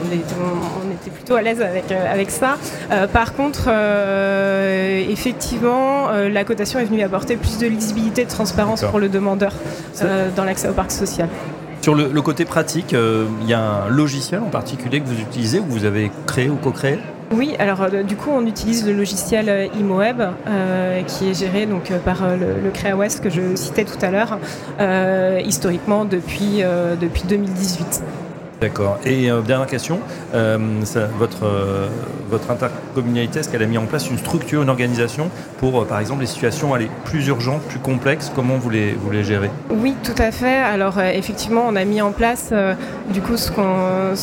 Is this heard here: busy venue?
yes